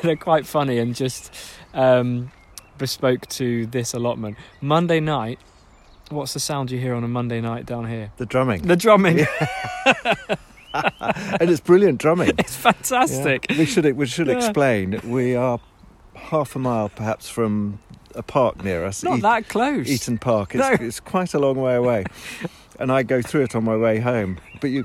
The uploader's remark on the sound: As we walk around we answer the question, what are our favourite allotment sounds? This includes birdsong, thunder and drumming!